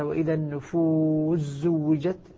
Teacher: السين تدغم في حرفين، تدغم السين أيضا في حرفين، تدغم في الزاي وتدغم في الشين، وذلك في مثل قوله تبارك وتعالى وإذا النفوس زوجت، أدغمنا السين في الزاي